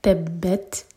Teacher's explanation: تا ساکن پر ہمز کریں گے. تبت یعنی کہ سانس جاری رکھیں گے